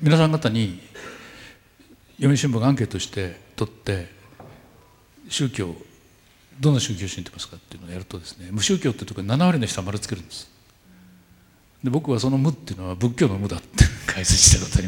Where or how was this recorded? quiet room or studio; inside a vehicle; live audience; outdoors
live audience